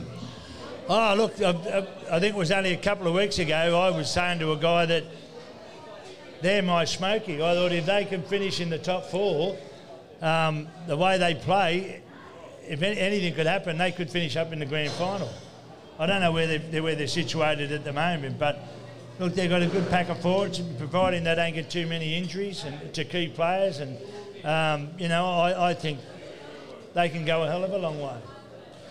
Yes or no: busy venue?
yes